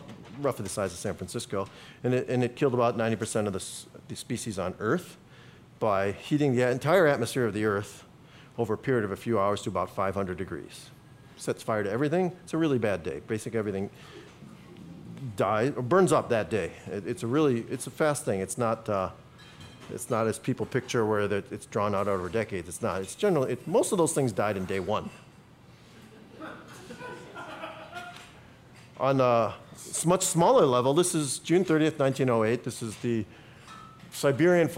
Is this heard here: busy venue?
yes